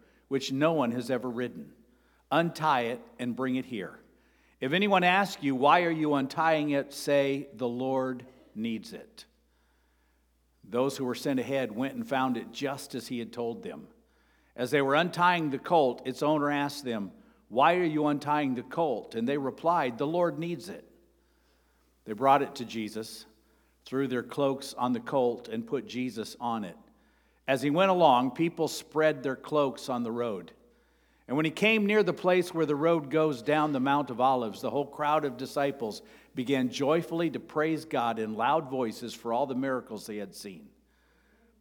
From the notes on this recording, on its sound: Sermon preached on April 2, 2023 (Palm Sunday) at Avondale Baptist Church.